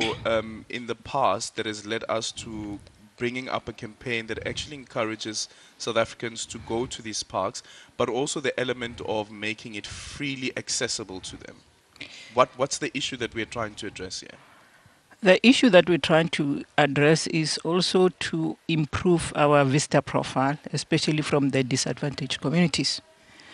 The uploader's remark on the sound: We are coming to you live from the Kruger National Park where SANPARKS will commemorate the 18th South African National Parks Week.